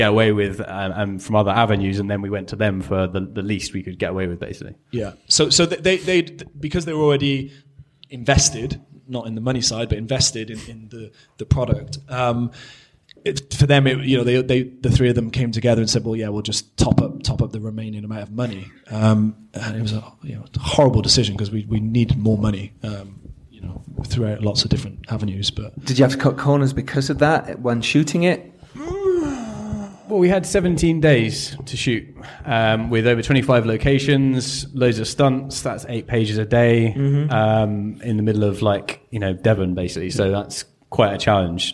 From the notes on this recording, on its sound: Make Your Film LIVE Event. Answers questions from the audience.